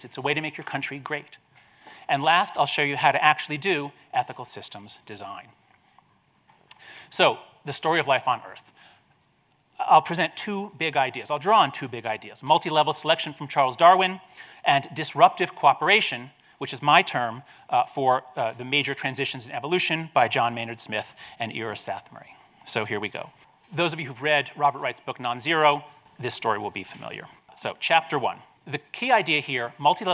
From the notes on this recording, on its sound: This episode features his lecture at the Aspen Ideas Festival.